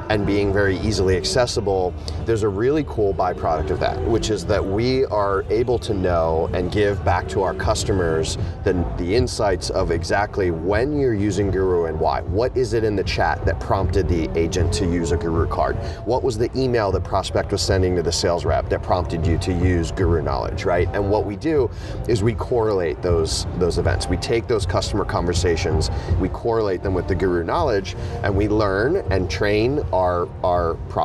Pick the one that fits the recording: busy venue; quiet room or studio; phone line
busy venue